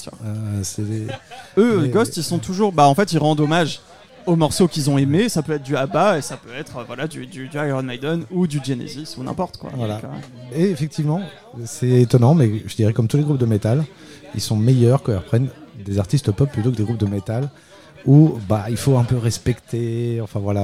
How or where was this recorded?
busy venue